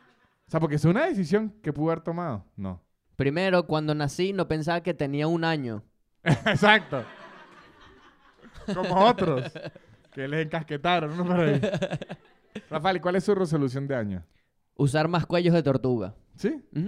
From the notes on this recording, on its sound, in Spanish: En este episodio grabado en vivo en la librería "Los pequeños seres" en Madrid.